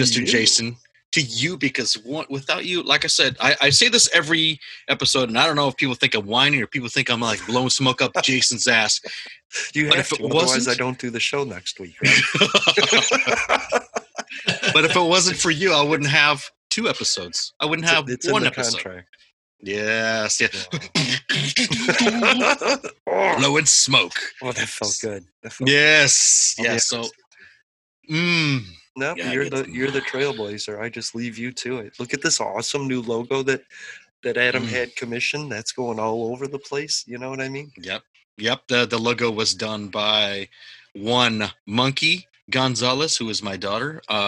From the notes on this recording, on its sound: I dragged the zoom file into my software. It ran short by around 30 minutes. I used my MP3 convertor which removes the video and render the audio.